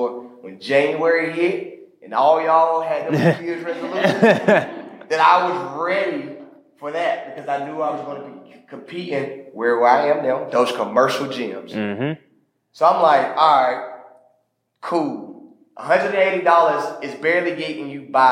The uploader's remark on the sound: Another exclusive live podcast edition from our first tour stop in Charlotte, North Carolina.